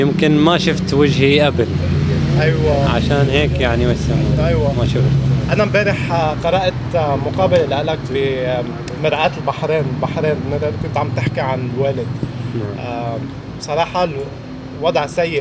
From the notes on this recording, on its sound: Camped outside the Bahraini embassy in London. On the sidewalk outside the embassy.